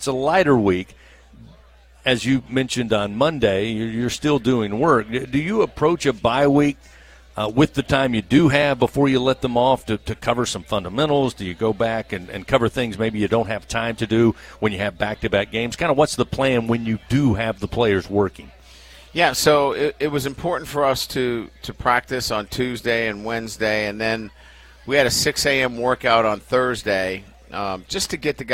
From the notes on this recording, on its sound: A one-hour radio call-in show. Is aired live from TJ Ribs on Acadian Thruway.